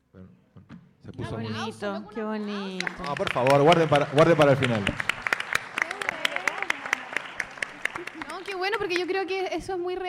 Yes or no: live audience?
yes